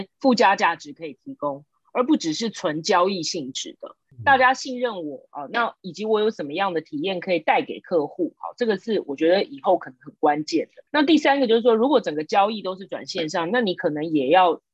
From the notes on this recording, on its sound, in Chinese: 這集採遠端錄音，收音情況不如錄音室請見諒～。